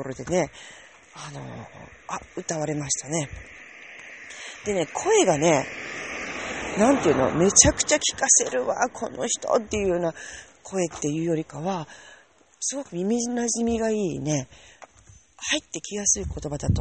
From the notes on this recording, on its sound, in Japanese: 夜道歩きながら。